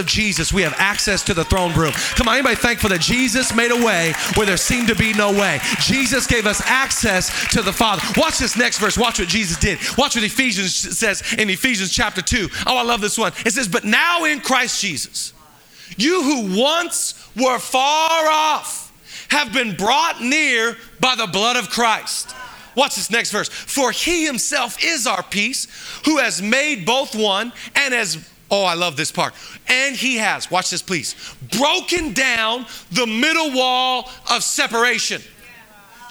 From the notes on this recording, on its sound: Live from El Rey Theater